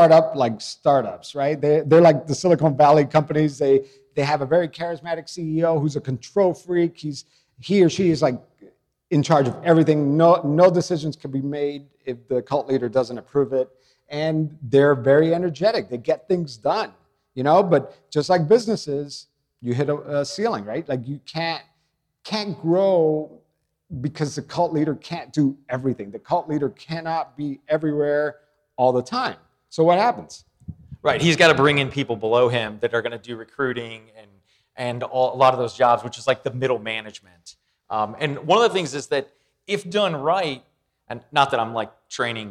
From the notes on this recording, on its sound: LIVE from the True Crime Podcast Festival in Dallas